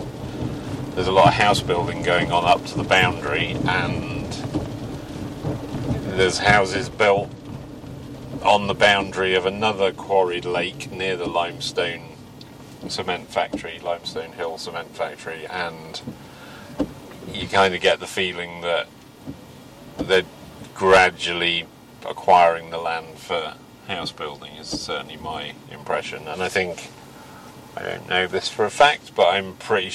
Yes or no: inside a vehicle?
yes